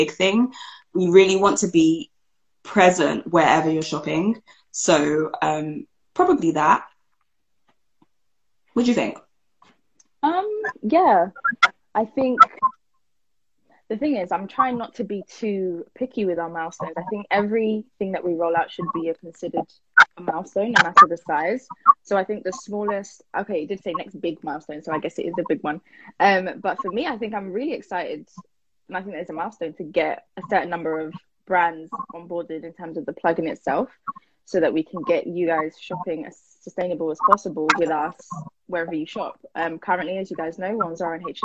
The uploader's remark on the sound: The Season Finale Instagram Live Q&A